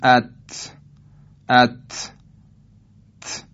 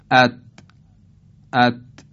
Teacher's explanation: ما فارسی زبانها گاه دیده میشه که بعضی همون حرف تی دو نقطه رو هم یه حالت تفشی بهش میدیم · Shown in: first take · مثلا ات ات ت، همچنین پخش میشه صدا.